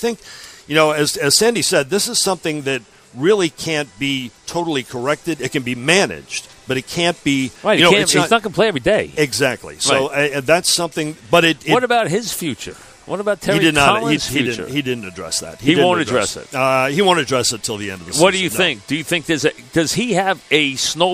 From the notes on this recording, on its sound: live from Citi Field